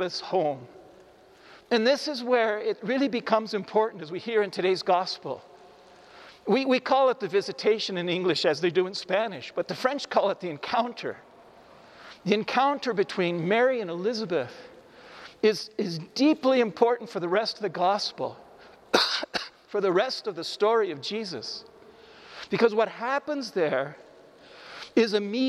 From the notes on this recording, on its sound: This homily was recorded in the Iglesia San Francisco in Cuenca, Ecuador. The audio is not the greatest because of the echo in the church.